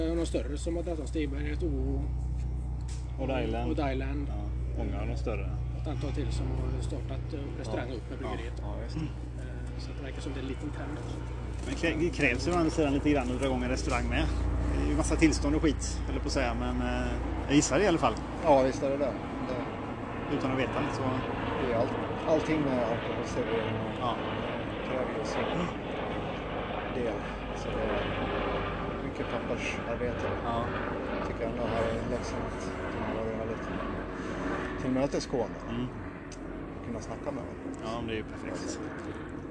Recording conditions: outdoors